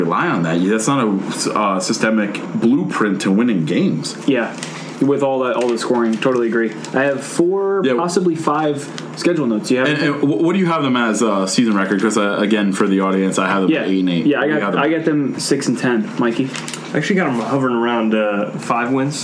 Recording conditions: background noise